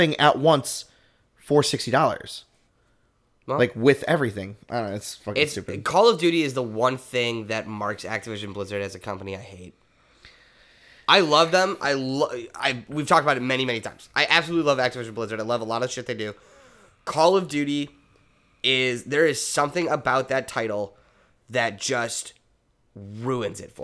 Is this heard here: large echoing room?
no